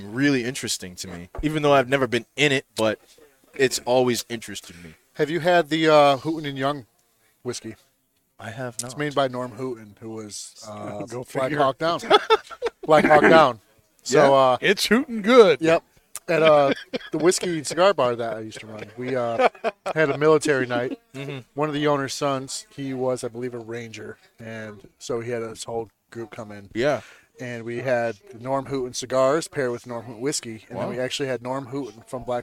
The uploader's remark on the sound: Recorded live from the 7-20-4 Lounge!